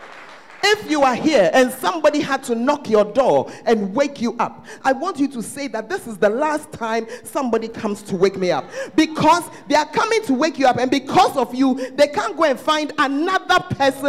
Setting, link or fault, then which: setting, large echoing room